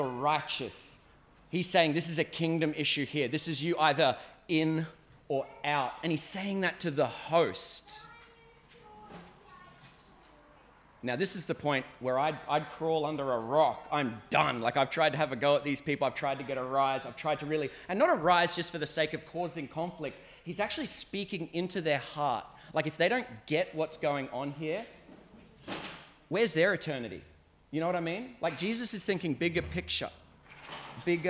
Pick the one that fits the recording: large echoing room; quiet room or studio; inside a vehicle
large echoing room